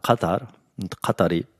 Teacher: Also die Kataris sagen Katar und Katari mit so einem Kaf. In England, Amerika sagt man wirklich Katar.